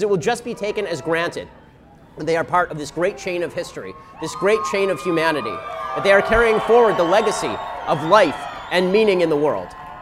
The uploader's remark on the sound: We broadcast live from the March for Life